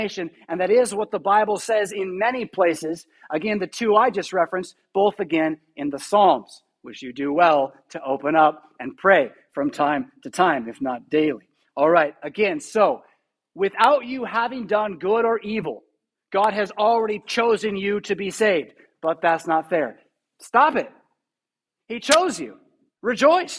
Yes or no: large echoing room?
yes